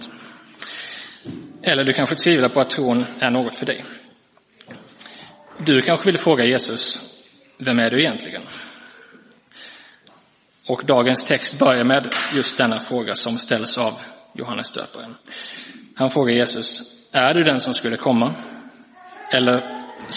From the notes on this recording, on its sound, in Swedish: Inspelad i Roseniuskyrkan den 17 december 2023.